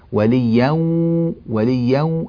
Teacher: هذه النون في وليا أدغمها في الواو، يعني النون ما عادت موجودة وإنما دخلت النون في الواو · Term: الإدغام